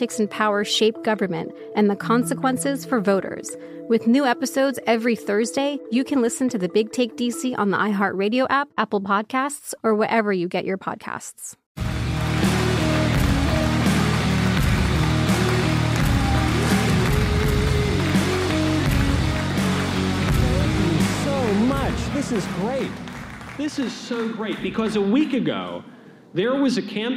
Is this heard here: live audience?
yes